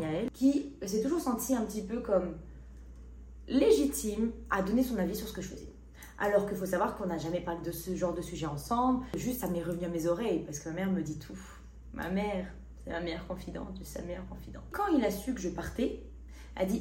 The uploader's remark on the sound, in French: MON MICRO N’ÉTAIT PAS BRANCHÉ, ainsi la qualité du son sur le format audio et visio est à désirer.